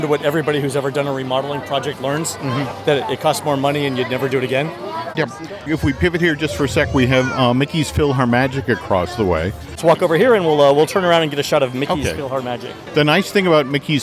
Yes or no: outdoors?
yes